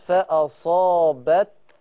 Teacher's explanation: فأصابتكم، لا اوعي تقلقلي التاء، هي التاء مهموسة بس ما تقلقليهاش